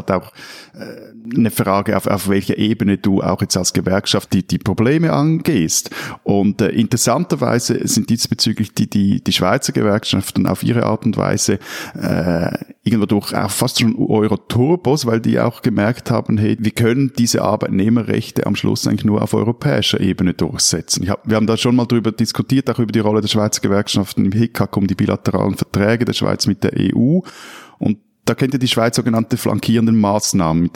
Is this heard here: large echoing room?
no